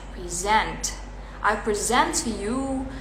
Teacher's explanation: Nah tekanannya di sent ya